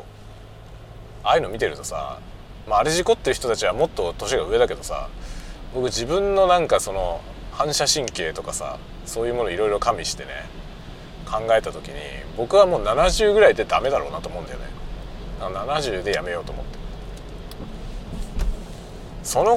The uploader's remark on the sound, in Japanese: ドライブしながら雑談。人間ドックからの帰り道、運転しながら雑多な話をした回。Stand.fm。